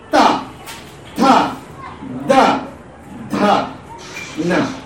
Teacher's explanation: Five letters will pronounce from teeth. From teeth. Tongue should touch the teeth. · Term: dental letters